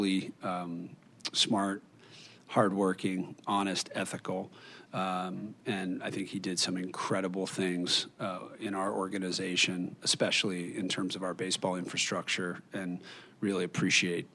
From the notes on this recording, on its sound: we bring you the Press Conference